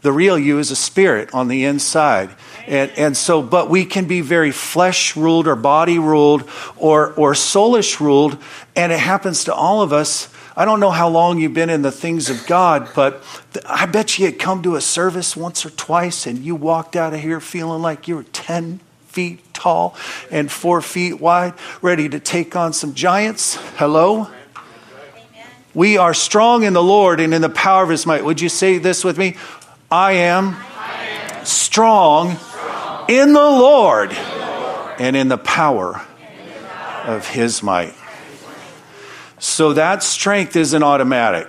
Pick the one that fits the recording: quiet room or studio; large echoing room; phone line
large echoing room